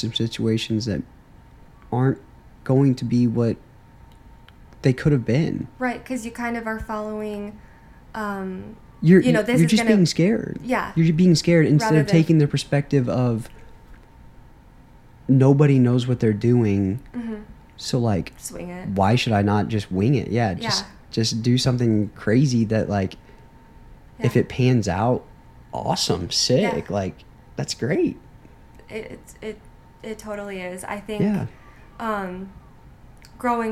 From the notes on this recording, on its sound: I apologize for the space heater running in the background and making noise... But, we were cold.